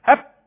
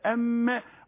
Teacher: لا لا لا لا اهي ايوه ماشي، النفس اهو هيطلع بقى النفس هتتقفل، ماشي هتتقفل الشفتين. ولما تتقفل الشفتين مش هيعمل زي الباء، ما فيهوش بقى قلقله، فيهوش اضطراب · Shown in: second take · لا ده ايوه النفس هو خارج اهو، قفلت الشفتين، النفس هيرجع تاني. · Term: حرف الميم